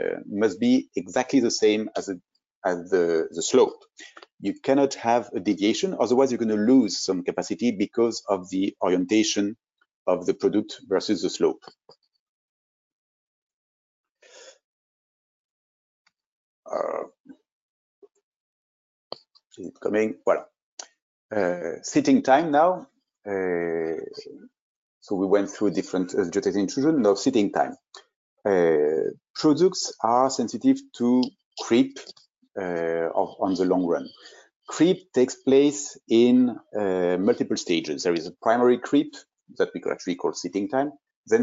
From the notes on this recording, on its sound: This is an audio version of the FGI webinar.